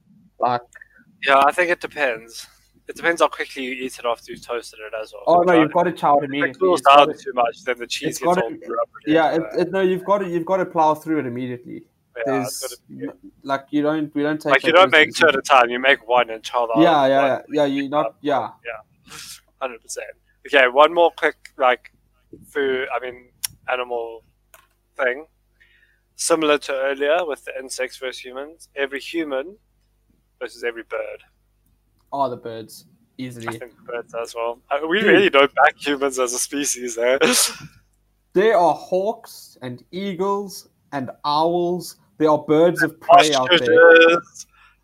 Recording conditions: poor sound quality